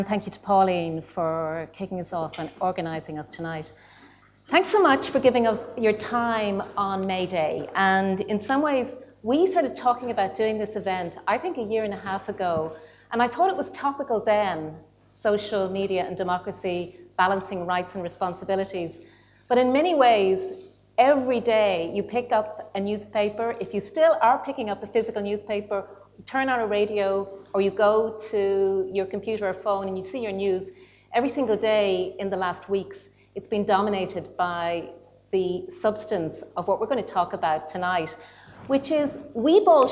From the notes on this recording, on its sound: This panel discussion took place on 1 May 2019 at the Royal Irish Academy.